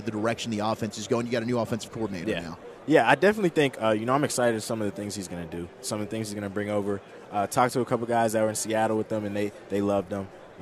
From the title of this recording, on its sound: live from Super Bowl Radio Row